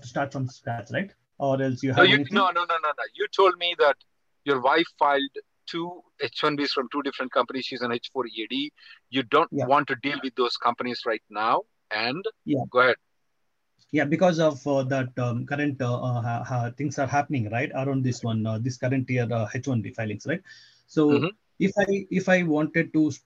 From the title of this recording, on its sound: Conference Call May 2nd 2023